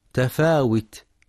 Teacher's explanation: في كلمة تفاوت ينتبه القارئ لضم الواو، فلا يقرأ بالكسر